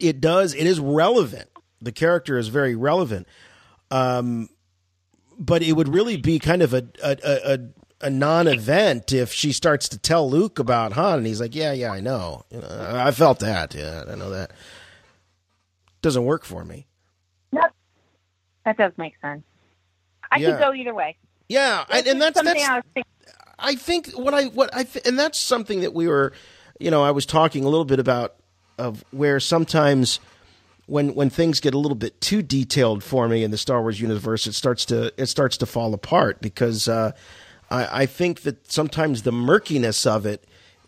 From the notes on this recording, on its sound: RFR Live returns as we give thanks for our community by featuring your phone calls and voice mail.